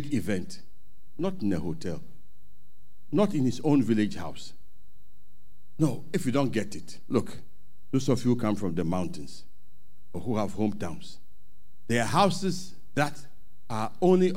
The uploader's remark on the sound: Sermon preached at CBC